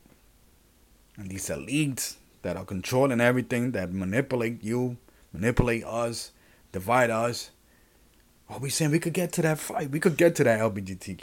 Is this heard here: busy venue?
no